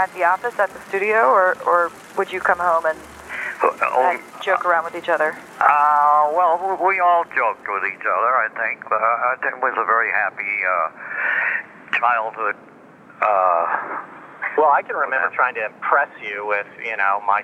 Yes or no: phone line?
yes